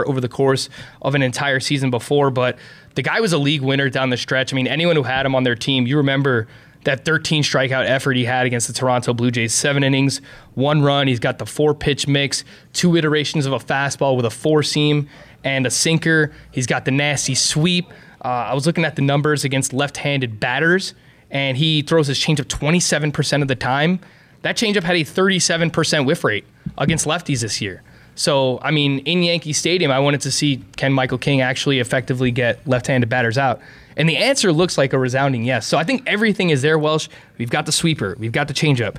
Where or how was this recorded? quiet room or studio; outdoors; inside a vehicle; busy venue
busy venue